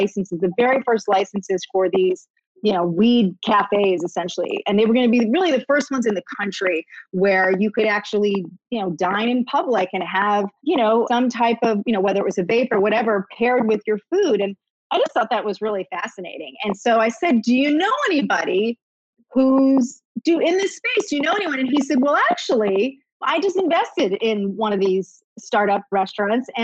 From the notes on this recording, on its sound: did a live virtual event with The Strand Bookstore